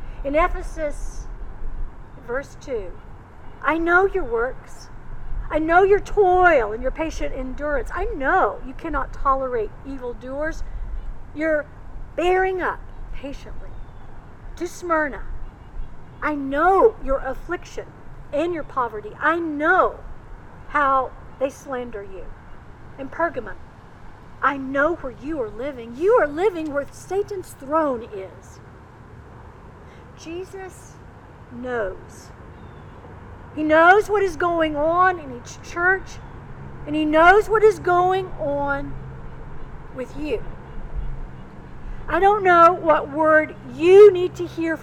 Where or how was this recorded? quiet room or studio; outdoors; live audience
outdoors